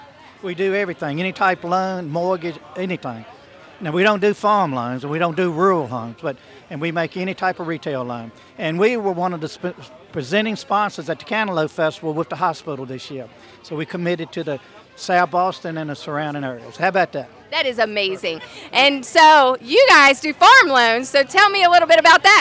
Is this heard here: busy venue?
yes